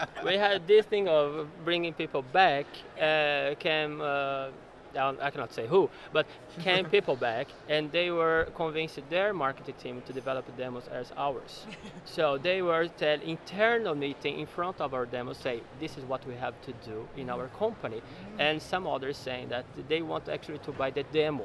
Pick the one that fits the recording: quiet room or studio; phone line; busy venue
busy venue